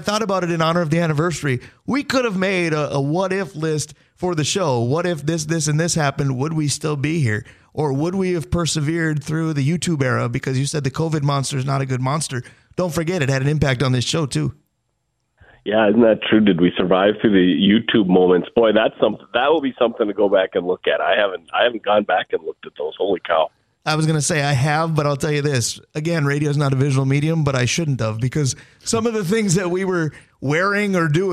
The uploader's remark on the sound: Is down with the sickness but still joins by phone.